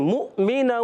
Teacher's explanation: اس حمزہ پر جزم ہے اور جھٹکا دے کر پڑھیں گے